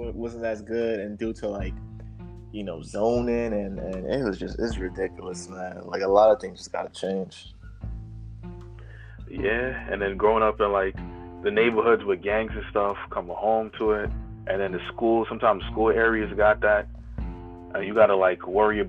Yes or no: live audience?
no